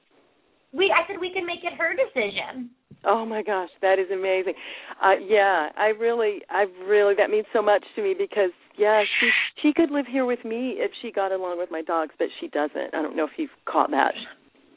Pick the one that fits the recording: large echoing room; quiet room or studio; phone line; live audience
phone line